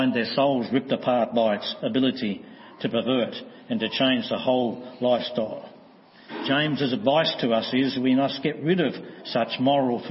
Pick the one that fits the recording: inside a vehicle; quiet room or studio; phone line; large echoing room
large echoing room